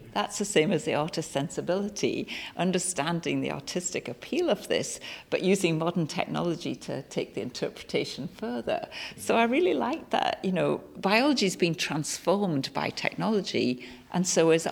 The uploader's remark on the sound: South Florida’s subtropical wilderness inspired us to stage a remote radio broadcast from the Everglades. We brought live and pre-recorded conversations with artists, scientists, rangers, educators and Miccosukee activists to a live audience on the porch of the Ernest F. Coe Visitor Center.